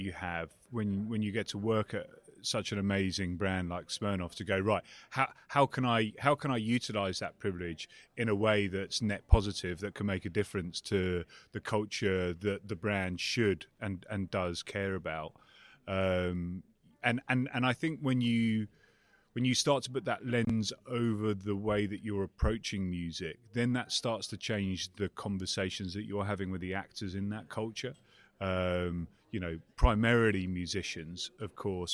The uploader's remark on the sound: live from Advertising Week New York